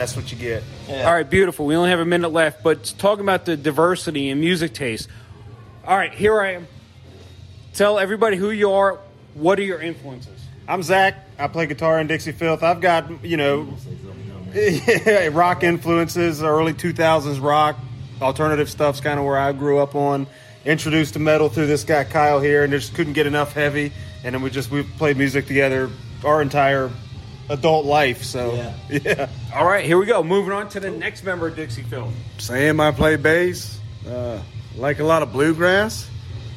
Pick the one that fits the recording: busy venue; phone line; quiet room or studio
busy venue